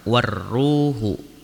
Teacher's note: di sini ada mad tabi'i karena wau sukun sebelumnya berharokat dhammah, maka dibaca dua harokat